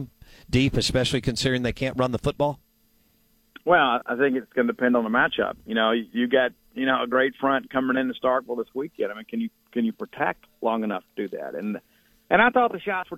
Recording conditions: phone line